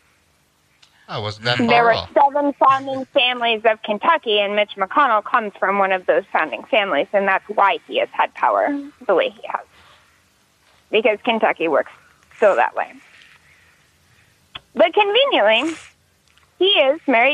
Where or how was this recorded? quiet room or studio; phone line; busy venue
phone line